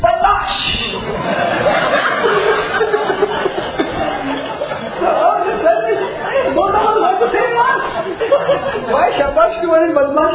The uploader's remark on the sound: A talk given at the youth festival Prerana in May 2011